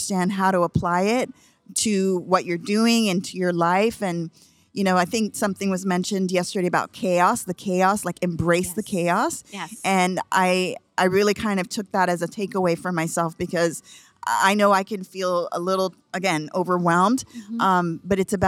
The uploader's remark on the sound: recording live from the Future Festival in Toronto!